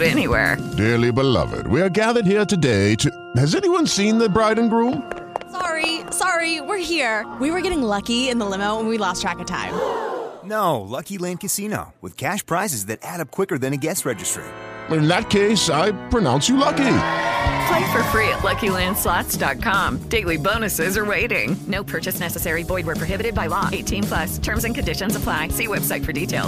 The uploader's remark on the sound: The guys are live from TCO Performance Center for a big announcement!